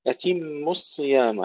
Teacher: ترقيق الميم قبل الصاد المفخمة